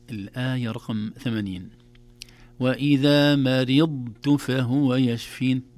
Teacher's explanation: الضاد أيضا لا تسمع من بعيد بقوة وليس فيها قلقلة، لكن ينبغي علينا أن نراعي إطباقها وتفخيمها واستعلاءها، وألا تشبه يعني وجودها مع التاء في هذا التقارب، لا تشبه الحرف المدغم.